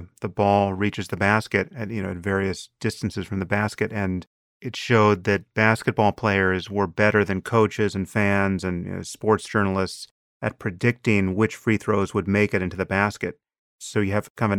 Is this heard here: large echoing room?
no